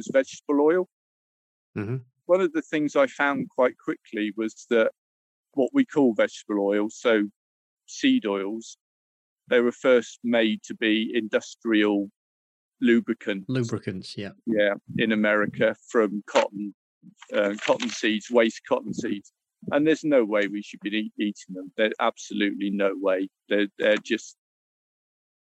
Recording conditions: wind noise